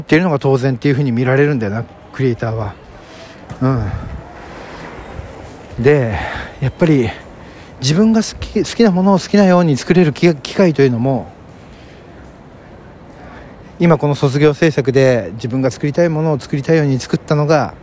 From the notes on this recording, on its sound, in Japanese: ロケトークも心乱れず収録できるようになりました。From Radiotalk。